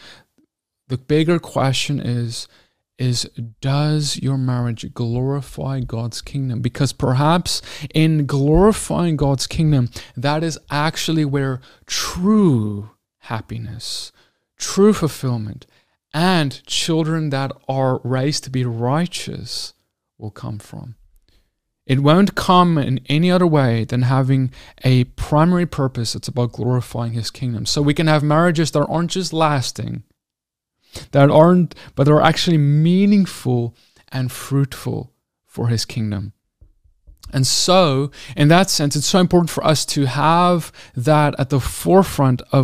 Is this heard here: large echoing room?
no